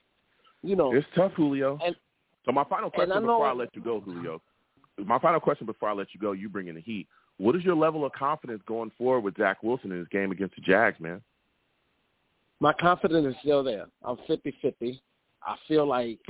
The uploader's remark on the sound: Live immediately after the Jets game against the Lions, I sat down and discussed the game! I take live callers!